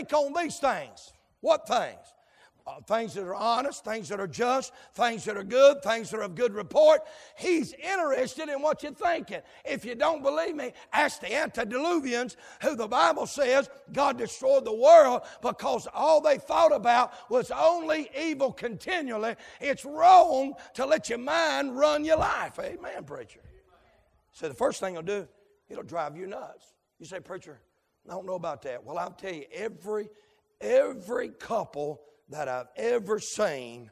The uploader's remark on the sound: live, from Landrum Independent Baptist Church.